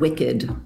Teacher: Wicked, the ed when it's pronounced, that's the schwa sound also.